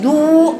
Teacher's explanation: بتزموا قوي شفايفكم فيطلع في الواو ضجيج، يبقى دو ويطلع مع الهواء.